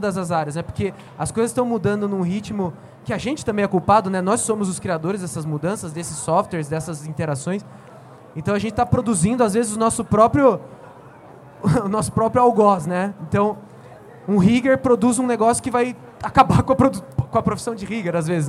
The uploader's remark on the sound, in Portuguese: gravado diretamente do MELIES Stage na Unhide Conference 2019